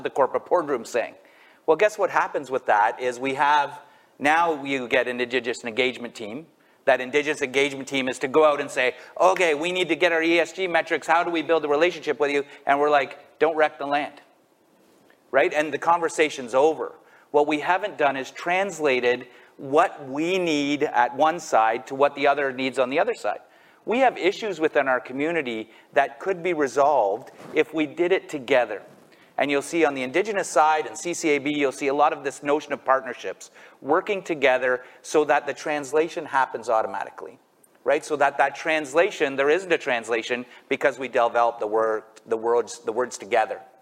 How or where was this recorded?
live audience